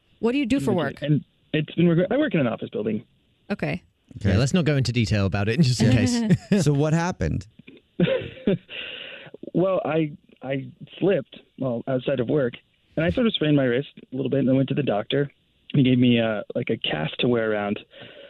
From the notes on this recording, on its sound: A Phone Prank